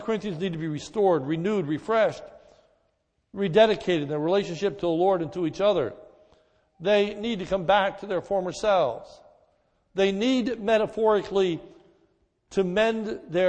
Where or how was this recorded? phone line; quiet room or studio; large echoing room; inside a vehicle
large echoing room